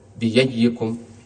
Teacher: همزة مفتوحة وقبلها كسر فتبدلها إلى ياء · Term: ياء محضة